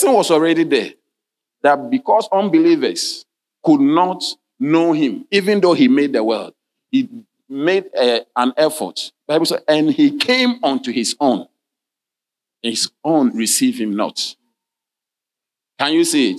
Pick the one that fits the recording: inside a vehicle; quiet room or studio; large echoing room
large echoing room